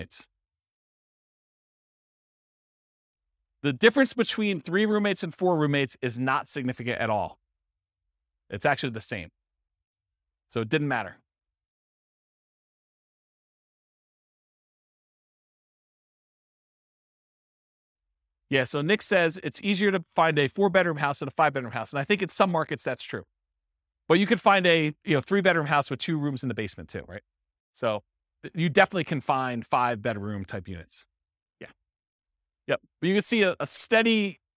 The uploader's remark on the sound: This was a live class recorded